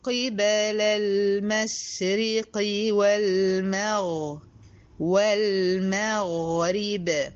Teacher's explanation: ارقق الميم وافخم الغين وارقق الريه والبيه واقف على البيه، لو وقفت يعني هقف عليها بالقلقلة.